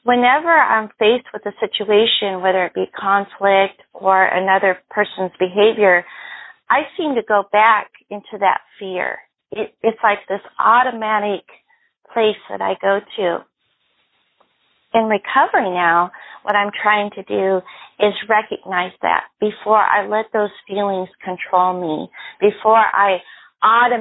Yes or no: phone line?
yes